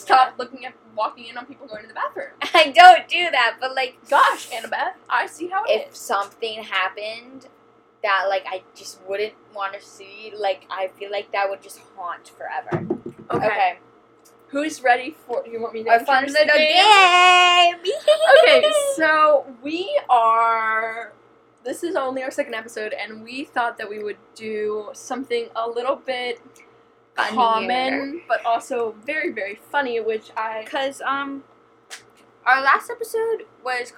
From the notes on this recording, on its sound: I apologize for the background noise in this episode.